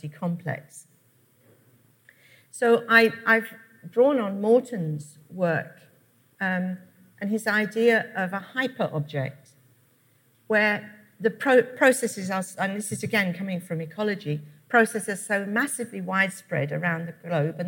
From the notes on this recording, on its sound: Keynote at SRHE Annual Research Conference 2017